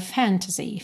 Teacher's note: Mas você repara que o segundo A, que vem logo depois do T, ele não aparece muito.